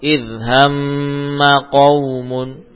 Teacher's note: kemudian mim yang fathah tidak panjang